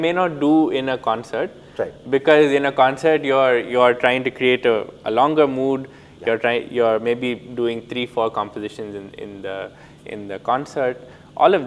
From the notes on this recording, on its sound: This episode was recorded at the Jaipur Literature Festival 2022 in March.